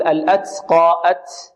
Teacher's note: هذا خطأ، فيأتي برائحة السين فيها، وسبب ذلك أن طرف اللسان يبقى أسفل، يعني بين الثنايا العليا والسفلى في مكان السين